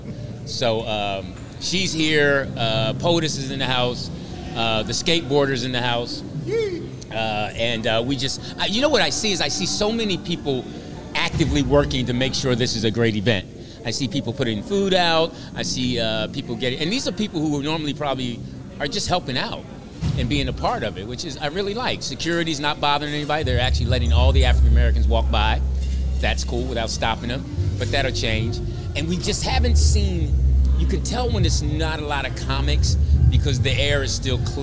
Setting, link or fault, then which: setting, busy venue